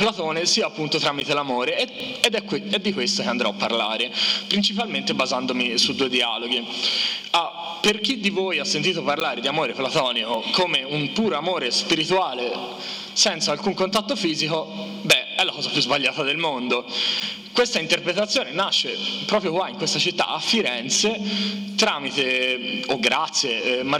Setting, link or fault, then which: setting, live audience